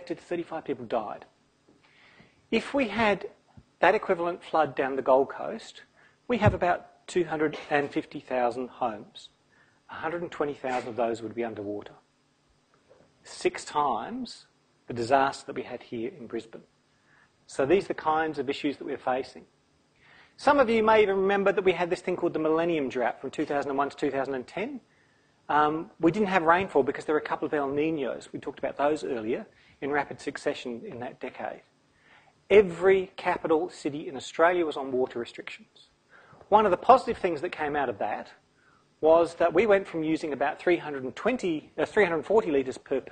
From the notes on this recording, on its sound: Brisbane Climathon presentation, recorded 29 October 2016 at QUT